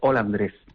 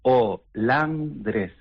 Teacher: la A de hola se funde con la A de Andrés